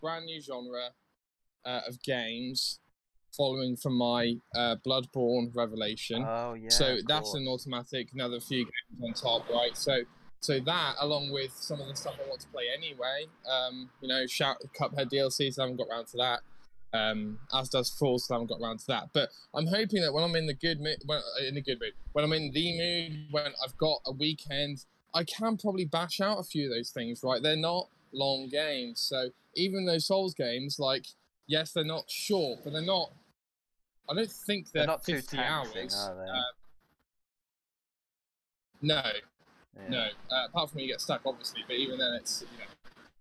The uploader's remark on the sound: Walking around a field in Norwich.